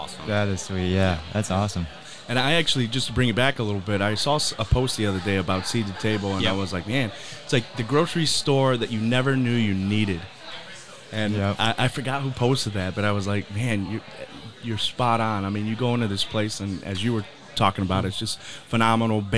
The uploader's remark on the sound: Join us as we recorded live from this exclusive invite-only, VIP, private event!